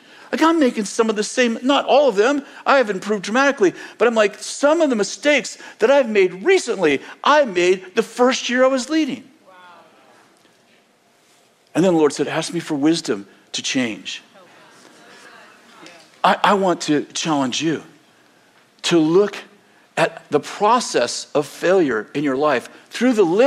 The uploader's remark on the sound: In this sermon delivered on February 11th, 2024, at Bethel Church in Redding, CA